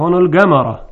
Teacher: ایشون گفت هون الجمره، به جای جیم گاف استعمال کرد